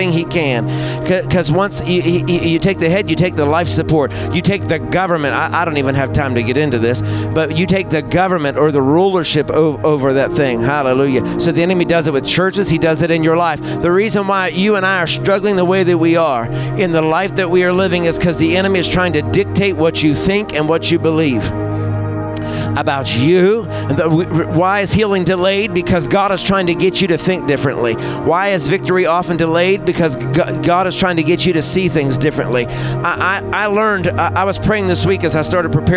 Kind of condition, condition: setting, large echoing room